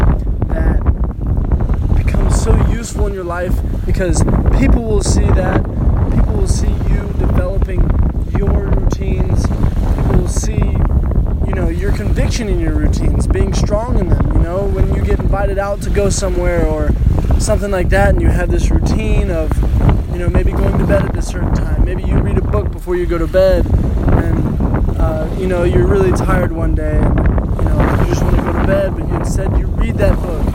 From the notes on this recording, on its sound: Apologies for the noisy wind